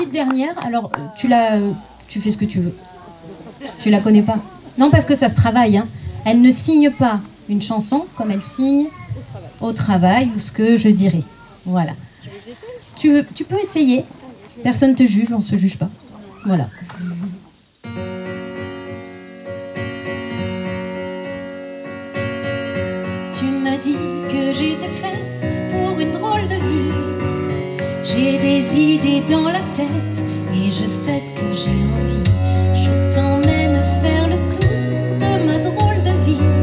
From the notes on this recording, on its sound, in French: Un reportage au coeur du festival Nect'Art de Mots à Azur (40)